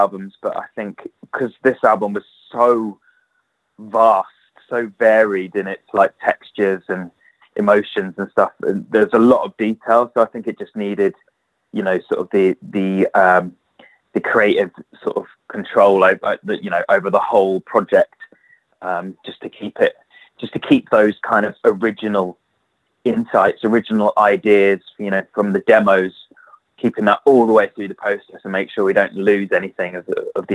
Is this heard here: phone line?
yes